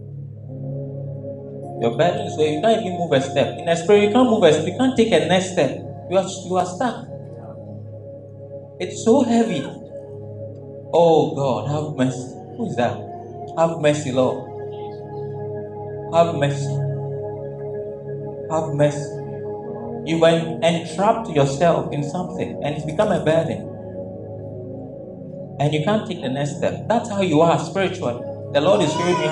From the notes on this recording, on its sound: This message was preached at the May 2022 edition of the Things of The Spirit Service.